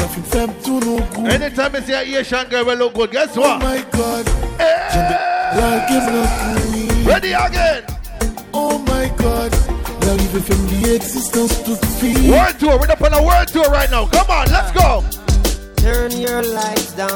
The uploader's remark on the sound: LIVE AT ISLAND SATURDAYS ON 9/22